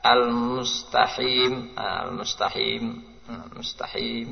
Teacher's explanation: Mengganti qaf dengan ha.